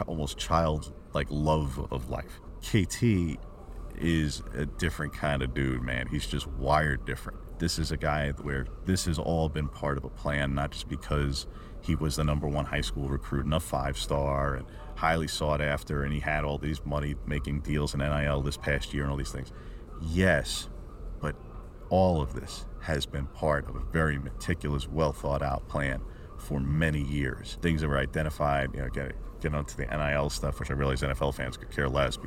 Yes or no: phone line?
no